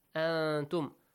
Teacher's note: Ikhfa, hide the sound of nun